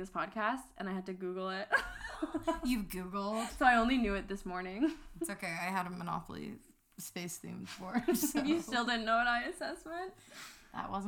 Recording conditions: uneven or low level